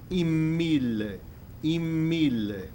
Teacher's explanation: take the N out and make it an M